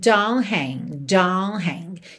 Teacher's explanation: a gente não ouve nem rastro do T de don't